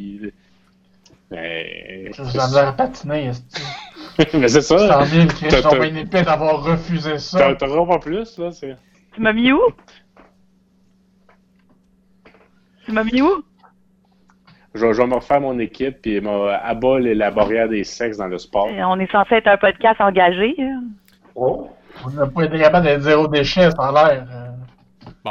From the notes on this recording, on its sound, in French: Enregistré sur appel vocal Facebook